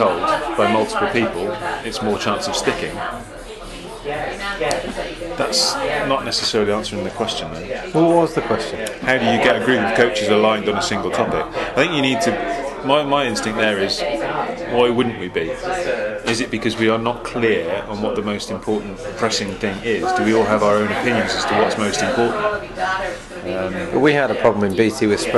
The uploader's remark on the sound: recorded a live pubcast on YouTube and here is the audio including several questions from our YouTube followers!